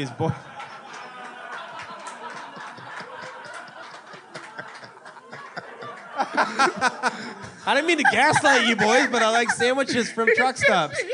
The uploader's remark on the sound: This was recorded live at The Hideout in Chicago.